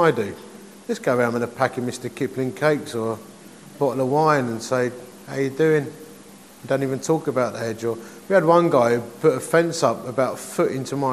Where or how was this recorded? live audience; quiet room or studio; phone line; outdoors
live audience